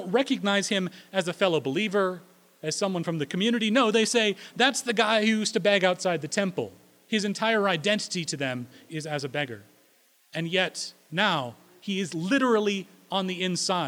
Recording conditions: large echoing room